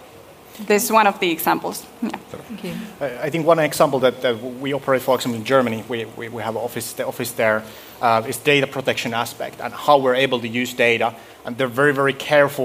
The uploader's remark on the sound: This week’s episode throws back to our LIVE recording at Dare to Learn 2019 in Helsinki, Finland, recorded during the same week as HEL we can!, an event on Boosting Skills & Continuous Learning in Europe. With a panel of adult education and corporate training providers, teachers, and eco-system supporters.